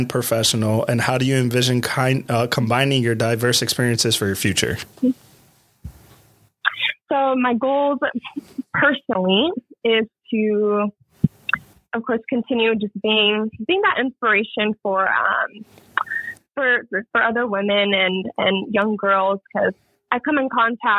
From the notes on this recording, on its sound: we have a phone call with the remarkable